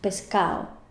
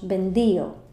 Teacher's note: las palabras que acaban en ado o en ido suenan ao para ado and io para ido. Por ejemplo, una palabra como pescado, nosotros diríamos pescao.